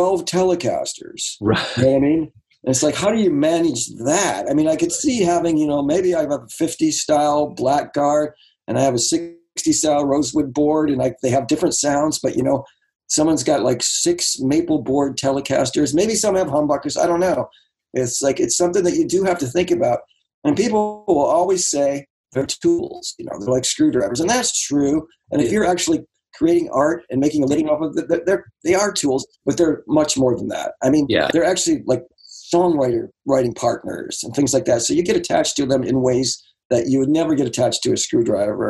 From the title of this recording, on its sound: remote ZOOM